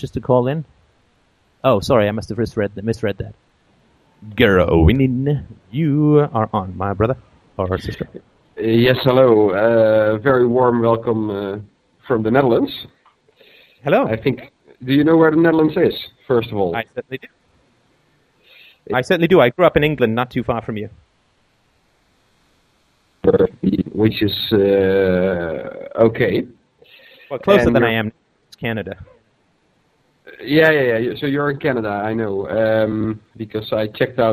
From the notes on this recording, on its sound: Call In Show.